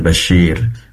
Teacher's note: sad menggunakan ujung lidah ya, tadi terdengar seperti shin, basir, fokusnya pada lidah bagian tengah.